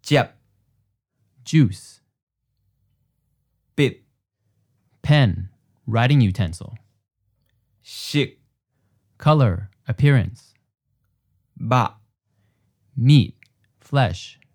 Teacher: And a mid-stop means the syllable starts in the mid-range of your voice and then just stops there at the end of the syllable · Term: fourth tone